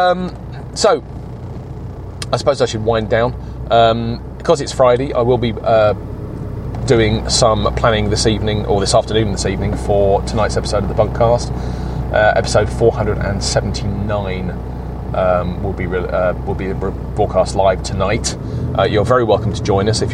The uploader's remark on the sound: Records an episode across his entire commute into work. I'm recording this episode, in my car, on a Samsung Galaxy A5 with a Neewer lavalier microphone. Attached to my jacket, recording using the Auphonic Edit Android app. Post-recording, I also ran the audio recorded using AuphonicEdit to the Auphonic website for levelling.